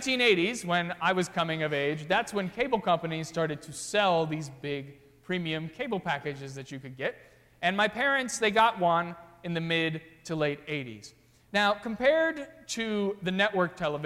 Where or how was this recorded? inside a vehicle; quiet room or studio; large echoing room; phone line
large echoing room